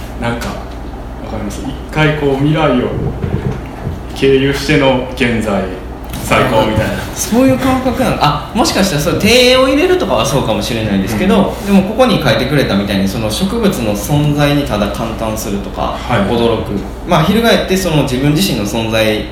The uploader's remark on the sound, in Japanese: トークイベント（恵文社一乗寺店）の音声